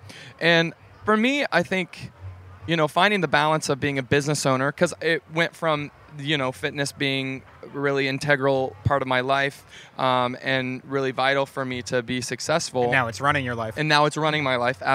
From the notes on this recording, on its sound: For HRN’s final day broadcasting from Charleston Wine + Food.